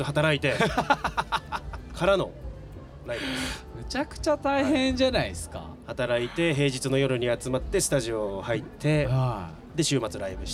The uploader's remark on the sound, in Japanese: 横浜赤レンガ倉庫で行われた。GREENROOM FESTIVAL’23での公開収録の模様をお届け！